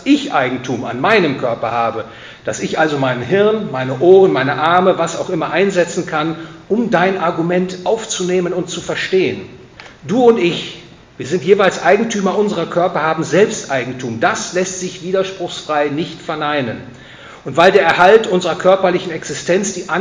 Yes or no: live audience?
yes